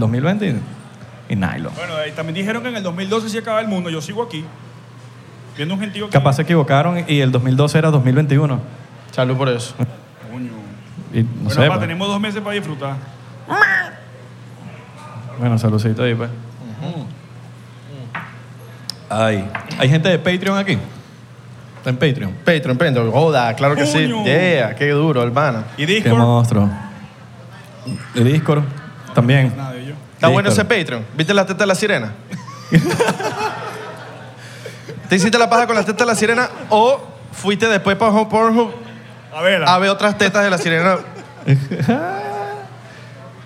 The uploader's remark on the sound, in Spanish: En vivo con público